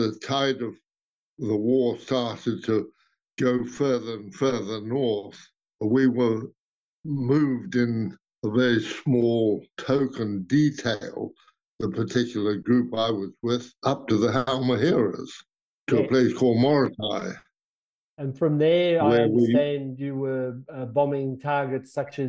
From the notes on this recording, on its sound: Over an international Zoom call.